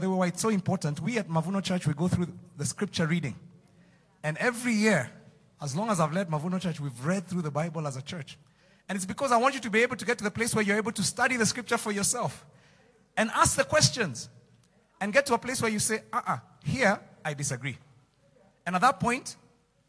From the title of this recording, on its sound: Preached Live at Mavuno South